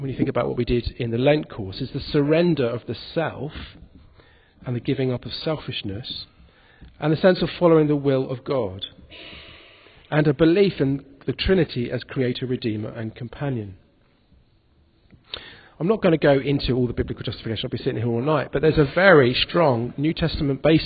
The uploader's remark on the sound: In this podcast recorded at the Moot Sunday Evening Eucharist at the Guild Church of St Mary Aldermary.